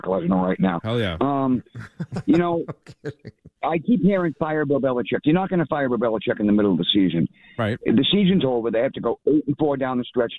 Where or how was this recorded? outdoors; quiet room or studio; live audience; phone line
phone line